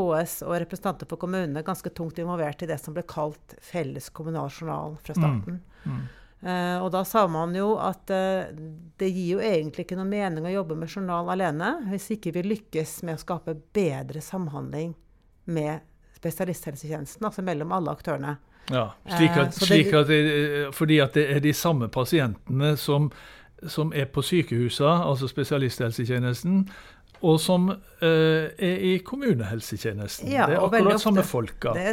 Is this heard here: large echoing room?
no